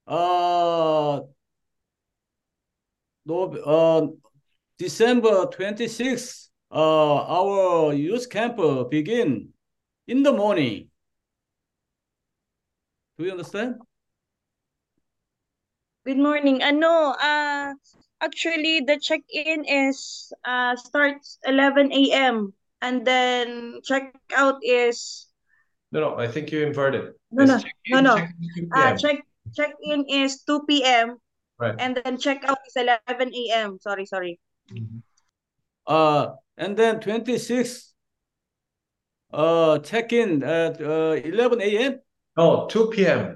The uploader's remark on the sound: Zoom meeting.